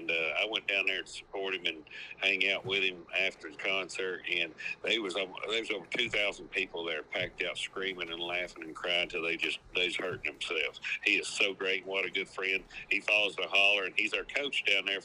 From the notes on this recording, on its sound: On the phone for this weeks episode.